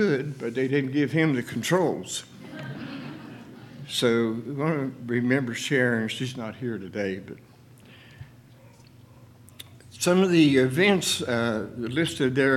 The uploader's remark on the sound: LIVE Services at Sunshine